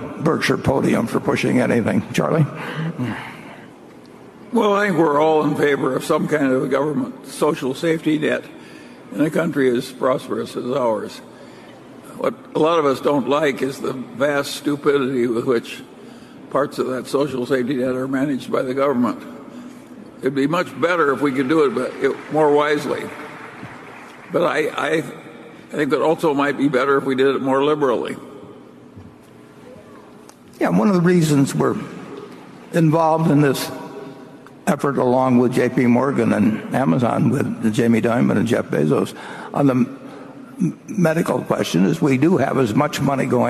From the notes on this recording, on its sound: Five hours of Q&A at the 2019 Berkshire Hathaway AGM in Omaha. Field queries from shareholders.